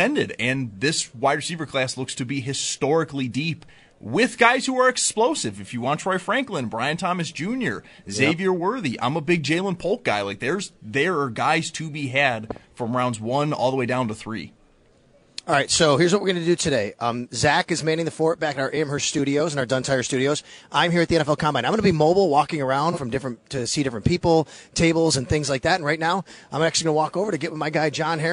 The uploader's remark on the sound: Live from the 2024 NFL Combine. Coming in live from Indianapolis.